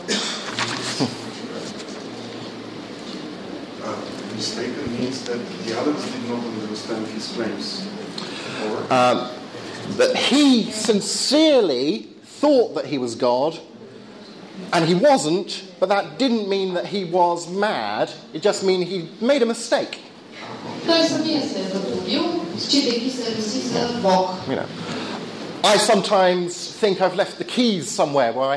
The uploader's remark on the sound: Lecture at the Regional Archaeological Museum, Plovdiv, Bulgaria